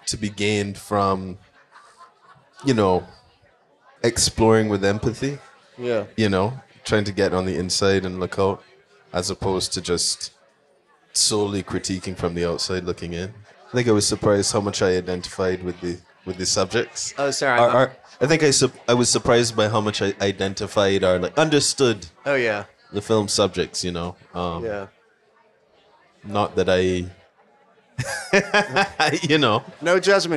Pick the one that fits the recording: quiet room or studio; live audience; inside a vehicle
live audience